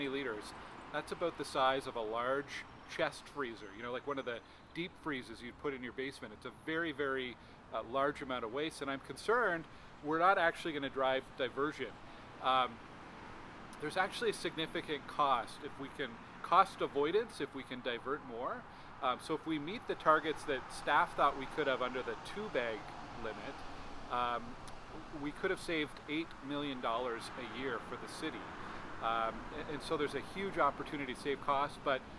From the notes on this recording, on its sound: recorded at Village Square Park ahead of today’s Welcome to Stittsville Multicultural Festival